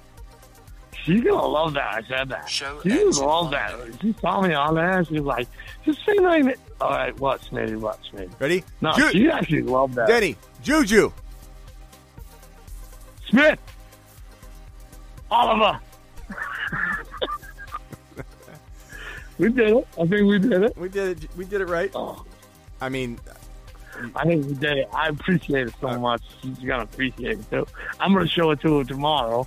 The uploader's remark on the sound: answers hours of phone calls and voice messages